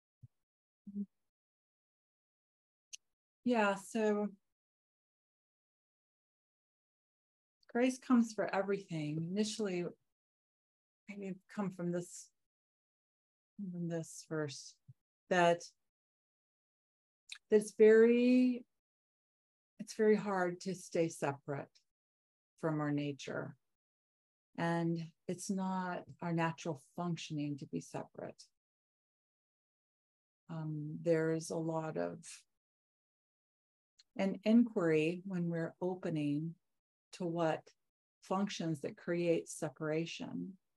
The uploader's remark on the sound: Live! The shows are now all hosted on Zoom.